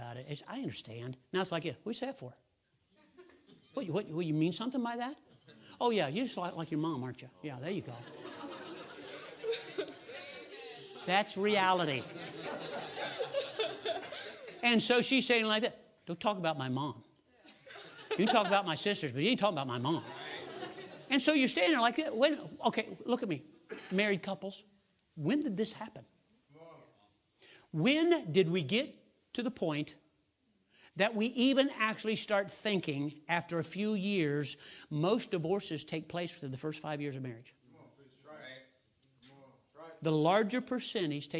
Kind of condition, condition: setting, large echoing room